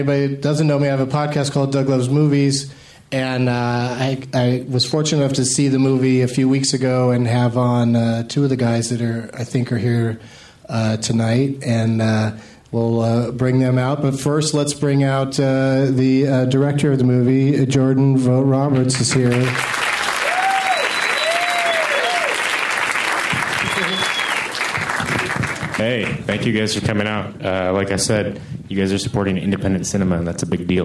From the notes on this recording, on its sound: For a Q&A after a showing at the Landmark Theater in L.A.